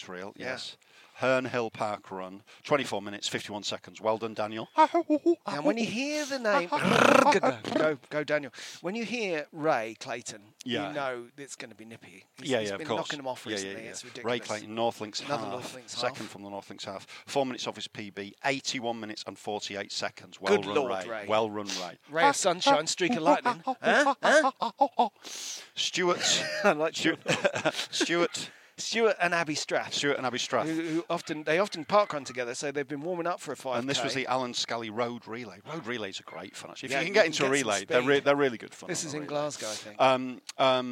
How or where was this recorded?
outdoors